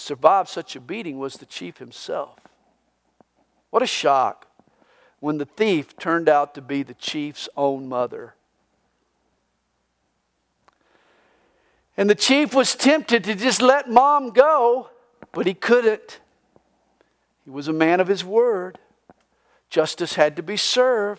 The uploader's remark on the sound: This message was recorded live during the Good Friday service at CalvaryCSM located in Lilburn, Georgia.